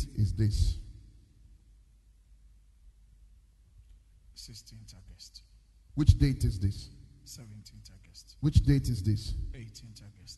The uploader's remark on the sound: Preached at the Destiny Empowerment Chapel International